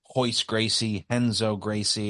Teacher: Anytime a Brazilian has an R at the beginning of their first or last name, it's pronounced H.